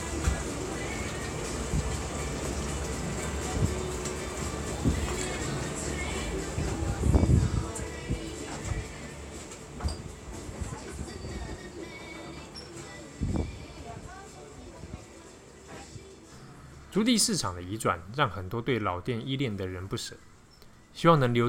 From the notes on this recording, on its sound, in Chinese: 本集以築地市場的現場環境聲音，帶讀者重訪世界第一大魚市場、以及夾在各種魚類料理屋之中，百年歷史的老咖啡店「愛養」。